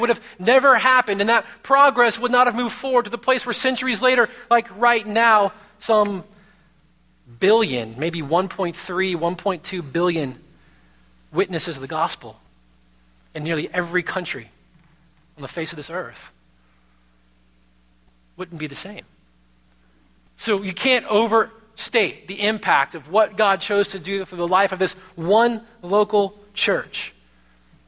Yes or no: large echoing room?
yes